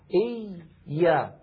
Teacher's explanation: الياء الأولى ساكنة والياء رخوة، فلذلك زمنها مساو لبس، إي بس نفس الزمن.